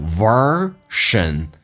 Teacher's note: r 重度卷舌，整个舌身往回卷